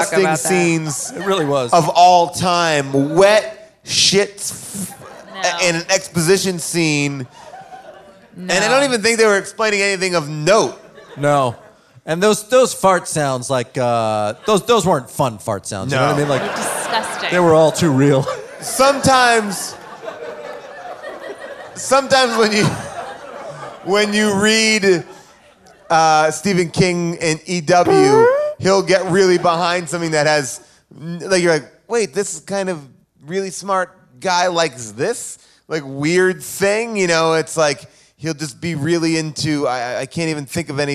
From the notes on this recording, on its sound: LIVE from Largo in Los Angeles